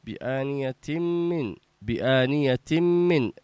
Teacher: تنوين بعده ميم. إدغام بغنة